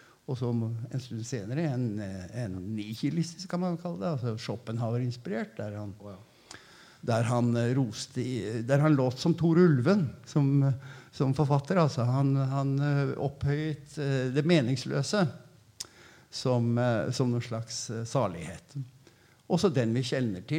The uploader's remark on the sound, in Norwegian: Samtalen er tatt opp i Kanonhallen med publikum i forkant av forestillingens premiere.